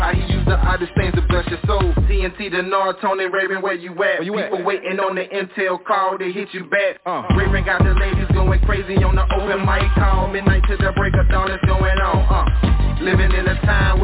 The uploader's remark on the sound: TNTSuperfantastic Conference Call